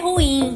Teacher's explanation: A palavra ruim é uma oxítona, mas muitas pessoas pronunciam como paroxítona. Ruim. Por exemplo, deu ruim.